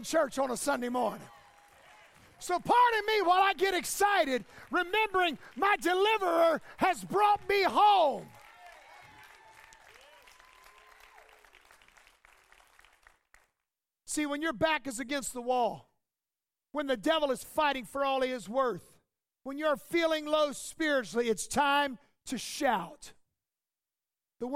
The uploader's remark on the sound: As we returned to our live in-person services this week